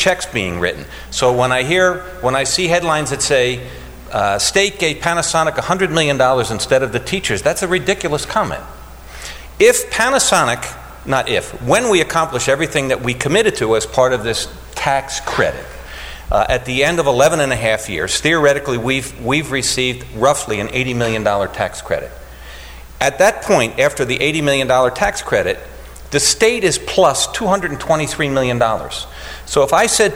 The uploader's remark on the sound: Recorded at NJ Spotlight On Cities, held October 16, 2015 at the New Jersey Performing Arts Center.